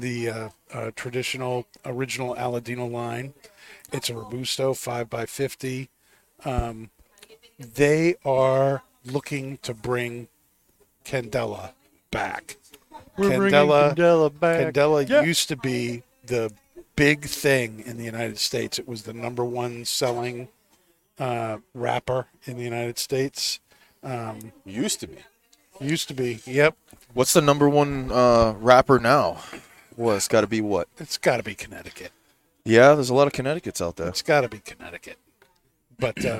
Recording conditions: busy venue